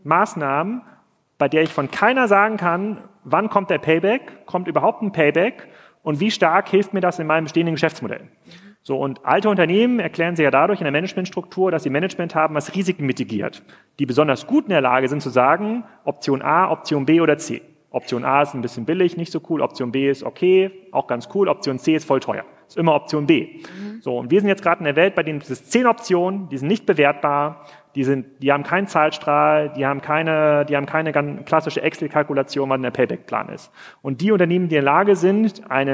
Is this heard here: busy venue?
yes